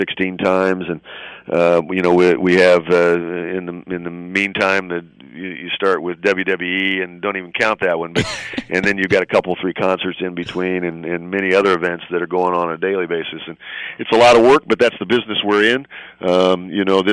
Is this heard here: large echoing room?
no